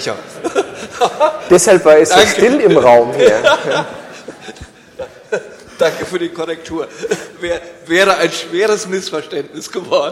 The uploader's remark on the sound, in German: Podiumsdiskussion. Im Senatssaal der Humboldt-Universität zu Berlin.